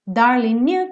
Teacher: como o G não é pronunciado, o N já juntou no you